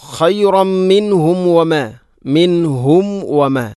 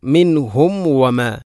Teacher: സുക്കൂനുള്ള മീമിന് ശേഷം വ വന്നാൽ രണ്ട് ചുണ്ടുകൾ തമ്മിൽ തട്ടി കൂട്ടണം, അഥവാ രണ്ട് ചുണ്ടുകൾ തമ്മിൽ കൂടിയാലാണ് മീമ് പൂർണ്ണമാവുകയുള്ളൂ.